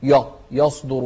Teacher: شوف الصاد مفخمة لكن مو معنى هذا أن نفخم الياء